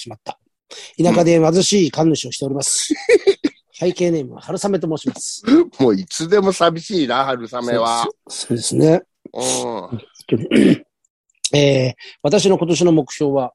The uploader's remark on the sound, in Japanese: ZOOMで収録